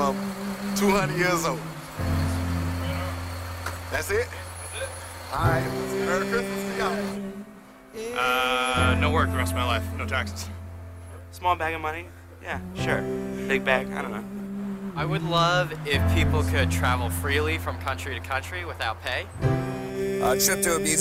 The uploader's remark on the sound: Well this was the same question asked to people walking along the streets of Chicago.